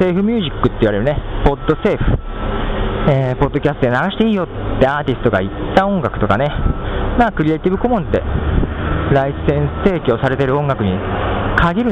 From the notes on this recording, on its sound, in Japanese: 最後に、番組スタイルとして、なぜにいつも外で録音かということを。